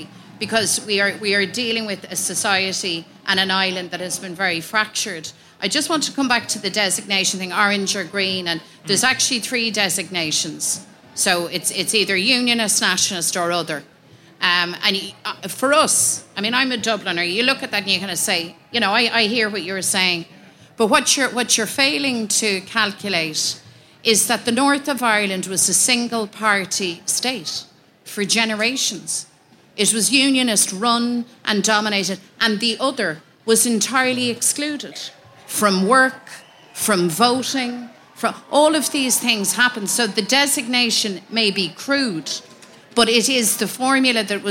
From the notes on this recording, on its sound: Live at Body & Soul. For a special live recording of the podcast at the Body & Soul festival last week.